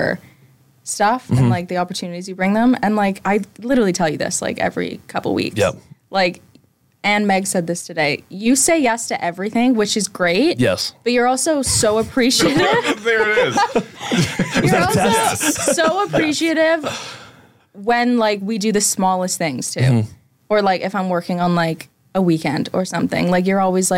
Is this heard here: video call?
no